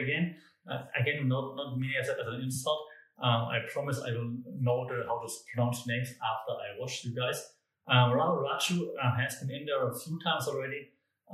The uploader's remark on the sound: Comes to you from a new studio room with lots of echo sorry, recorded right after moving - will be better with furniture next time.